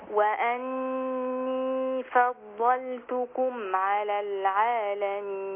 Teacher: اقول واني فضلتكم، يبقى اديت النون الغنة حركتين واثبتت حركة الياء